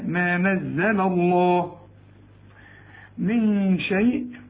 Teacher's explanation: رقق كل الكلمة دي، ولما تيجي على اسم الجلال هنا بقى اللي قبل مفتوح اللام هتفخم